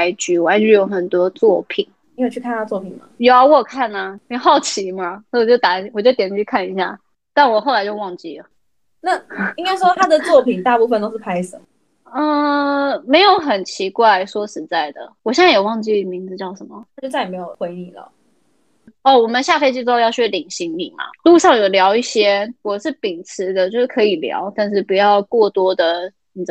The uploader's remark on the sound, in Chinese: 因為她在美國 所以一樣是用遠距離的錄音。錄音品質沒有到很好 而且網路問題也有稍微小卡。